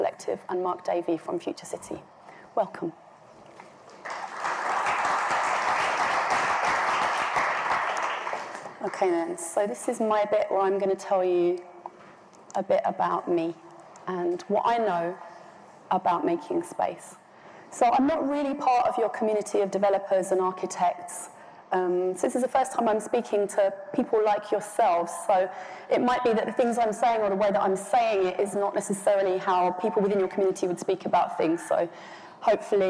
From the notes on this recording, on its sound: An on-stage conversation